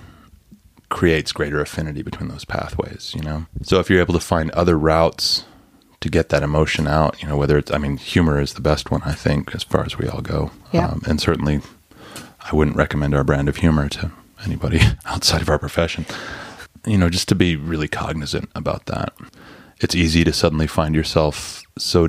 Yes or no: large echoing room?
no